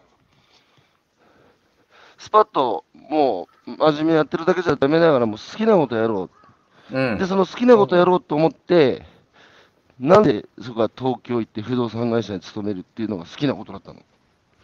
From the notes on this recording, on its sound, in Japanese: 歩きながら1時間、対談する